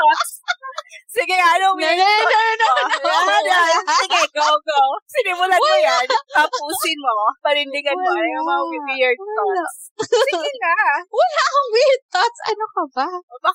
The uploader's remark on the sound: The trio experienced some technical difficulty. Apologies in advance for some quality issues about the audio.